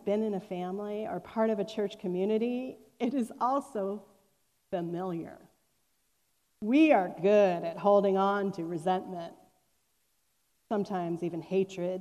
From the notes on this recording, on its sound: At Fairmount Presbyterian Church in Cleveland Heights, Ohio.